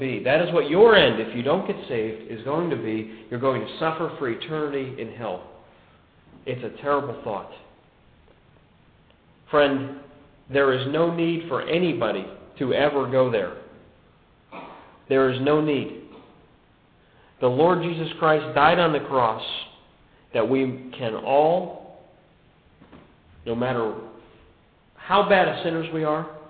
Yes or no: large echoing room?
yes